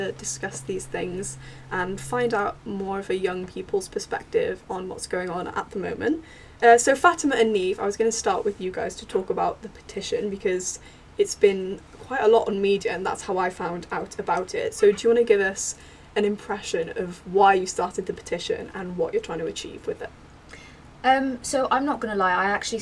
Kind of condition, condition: fault, sounds in the background